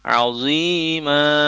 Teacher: zodnya itu tetap dilafazkan tebal walaupun dia berharokat kasrah. Jadi wa ajron azima, tidak azi, tidak azima.